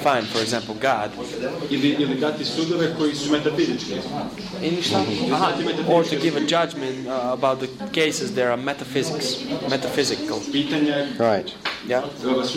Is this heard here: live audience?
yes